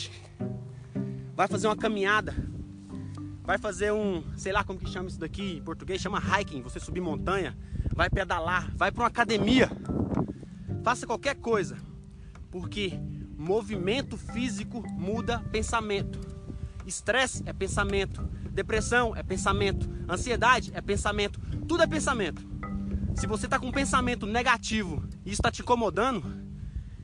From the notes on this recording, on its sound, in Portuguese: Extraí o áudio de um video que gravei enquanto subia uma montanha.